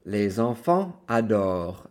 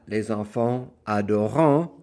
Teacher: Adore is spelled ADORENT. So again, the ENT is completely silent and you end the verb on the R · Shown in: first take